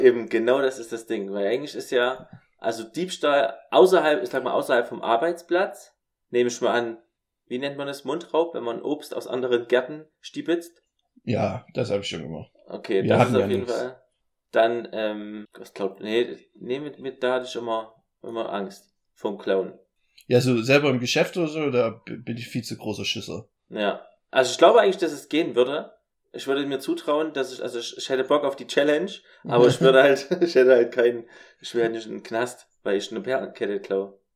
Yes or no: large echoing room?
no